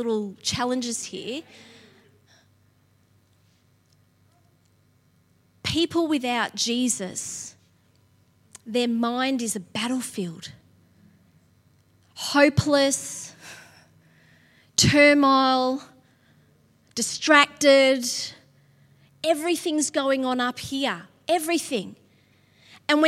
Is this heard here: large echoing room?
yes